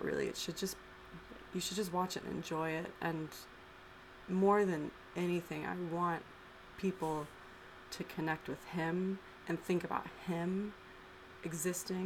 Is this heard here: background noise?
yes